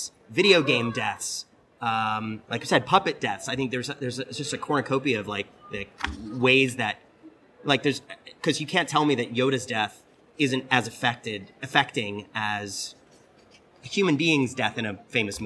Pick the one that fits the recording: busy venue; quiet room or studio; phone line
busy venue